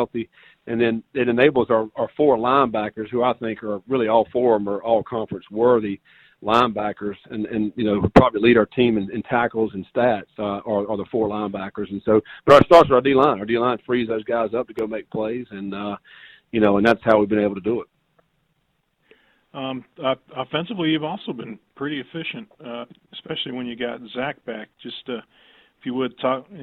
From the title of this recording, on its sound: Sun Belt Championship Media Teleconference